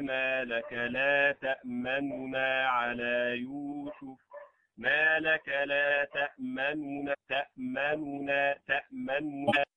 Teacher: اختلاس ضمة النون، الإتيان بثلثيها أو الإتيان بالضمة غير مكتملة